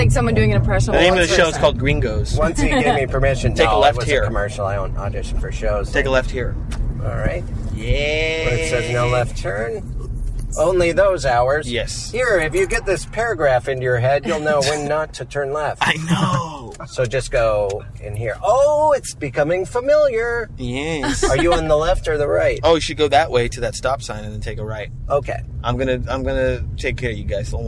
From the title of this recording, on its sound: In the Car